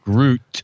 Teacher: I have to like accent emphasize the t sound at the end.